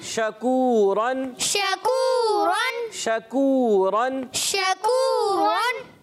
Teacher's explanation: जबान के दरमियान और तालू के दरमियान से · Term: शीन का मखरज